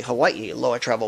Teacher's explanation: In fact, our name, Hawaii Aloha Travel, our name, Hawaii Aloha Travel, contains a glottal stop at the last two I's there